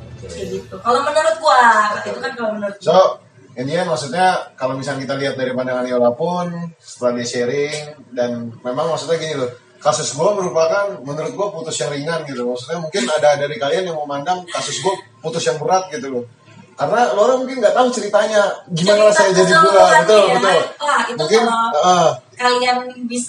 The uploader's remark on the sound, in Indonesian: Sebelumnya kami minta maaf atas kebisingan yg ada di balik suara kami.